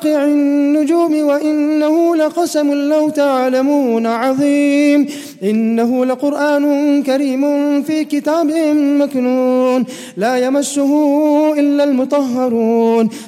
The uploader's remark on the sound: 26th Night Taraweeh 2018/1439 at the Houghton Masjid (West Street), Johannesburg, South Africa